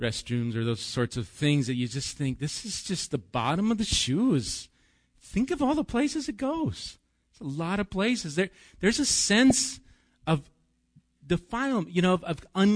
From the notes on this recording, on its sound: Recorded live at Bethany Bible Church